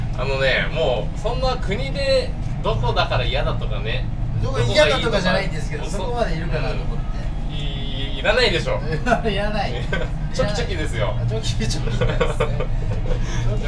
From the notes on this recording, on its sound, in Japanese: ラジオ収録しながら、同時にピザトーストを売ってます。